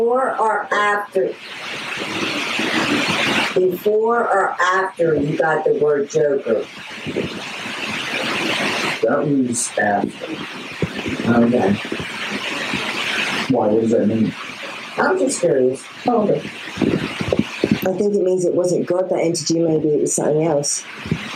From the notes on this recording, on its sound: Sorry about the audio, this was a live stream from a phone. Tried my best to clean it up!